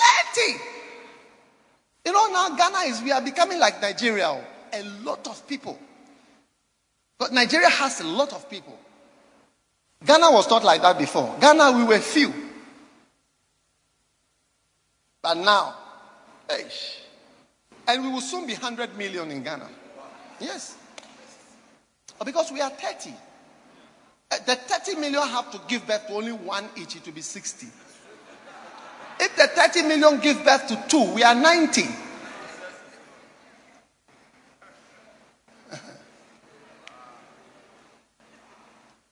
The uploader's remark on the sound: Preached at Holy Hill Chapel, Accra.